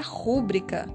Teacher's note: Muita gente, inclusive, pronuncia rúbrica, como se a sílaba tônica fosse a terceira, proparoxítona.